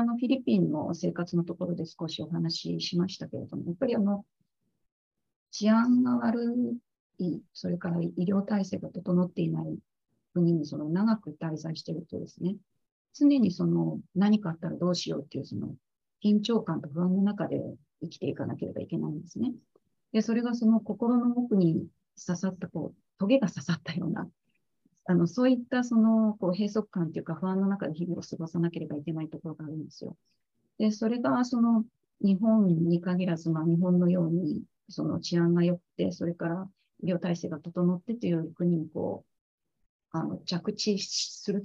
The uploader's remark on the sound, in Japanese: 収録場所： オンライン (Zoom)